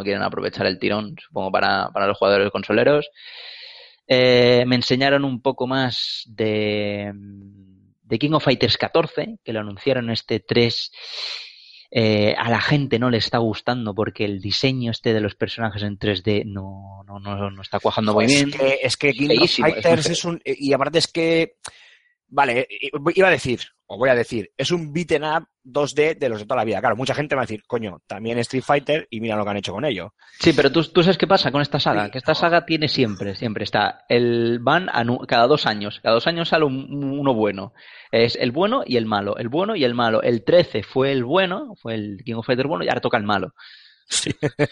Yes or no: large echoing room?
no